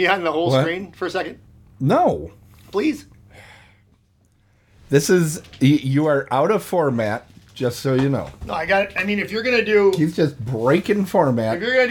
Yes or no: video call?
no